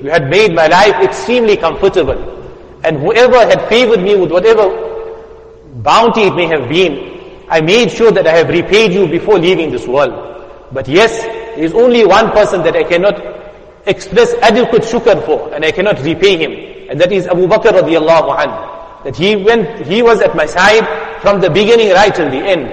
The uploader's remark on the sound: Jumuah Lecture at Masjid us Saliheen 06 Jan 2023.